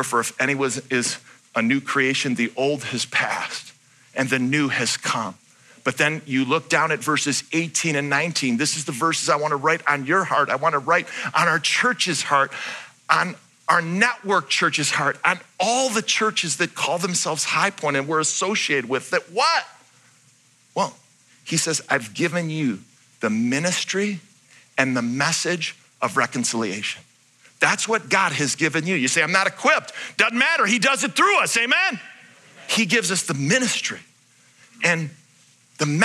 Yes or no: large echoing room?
yes